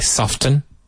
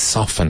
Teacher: I think more common is soften, where the T is not pronounced. · Shown in: second take